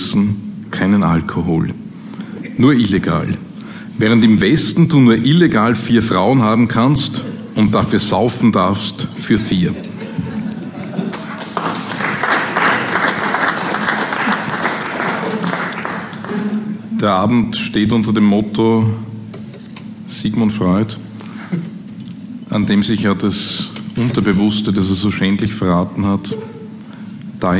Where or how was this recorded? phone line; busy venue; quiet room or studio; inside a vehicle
busy venue